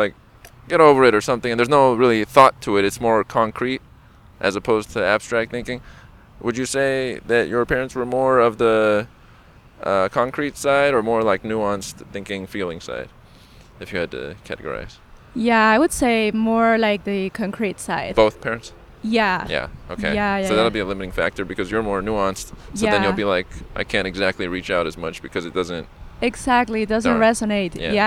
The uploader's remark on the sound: This episode was recorded at Pan Pacific Park in West Hollywood.